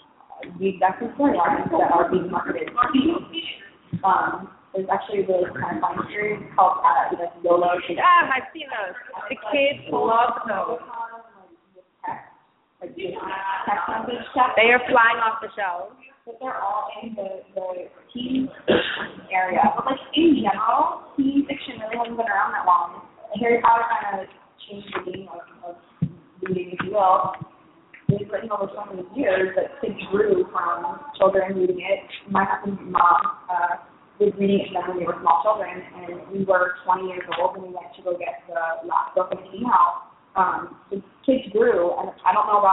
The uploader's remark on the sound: The Hunger Games Fireside Chat will be broadcasting live from the Hunger Games Exhibition at Discovery Times Square, as part of New York Super Week. On-site fans ask questions and take part in some Hunger Games trivia.